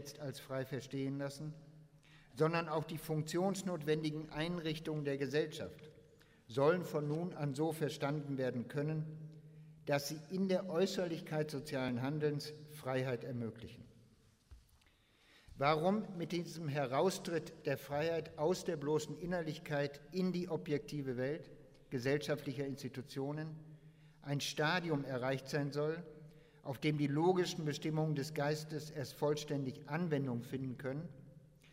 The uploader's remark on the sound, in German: Internationaler Hegelkongress 2011 - Eröfnungsvortrag